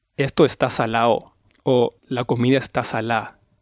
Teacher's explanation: Las terminaciones ado, ada, las cambiamos un poco y omitimos la de.